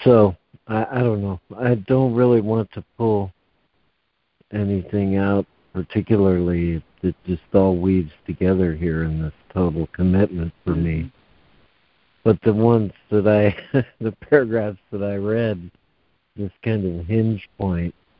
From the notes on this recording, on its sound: ACIM Daily Conference Call